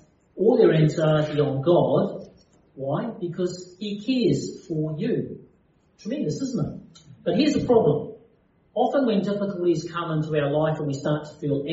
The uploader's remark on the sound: Due to technical difficulties the sound quality is not as clear as the other podcasts on this channel.